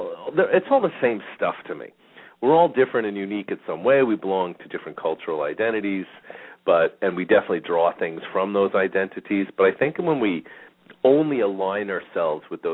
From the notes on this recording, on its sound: Callers may call in 15-20 minutes into the live show with questions or comments and 5 minute mini navigational consultations.. We will open up the phone lines early today for questions.